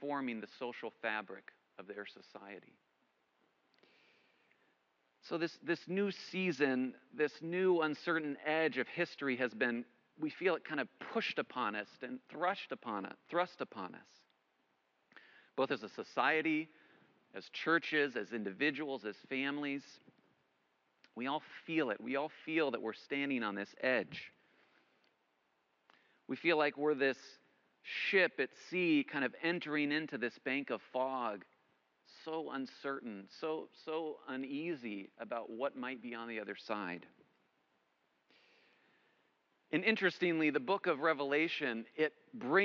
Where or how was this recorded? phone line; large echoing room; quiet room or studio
large echoing room